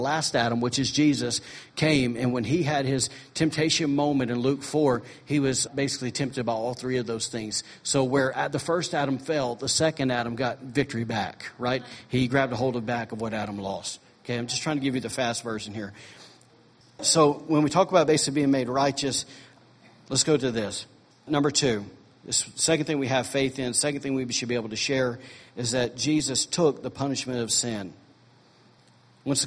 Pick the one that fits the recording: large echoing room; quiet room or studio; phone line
large echoing room